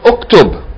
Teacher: Okay, if this word was by itself, If this word was by itself, it would be pronounced. This Hamza Tilwasl would be pronounced with a Dhamma. Okay, it would be pronounced Uktub.